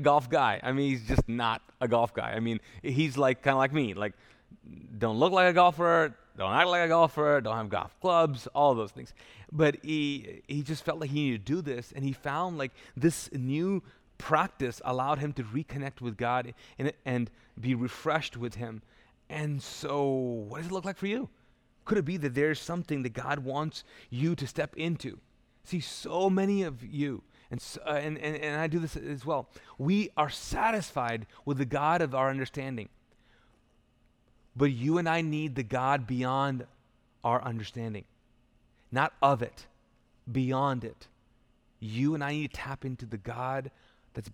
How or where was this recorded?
large echoing room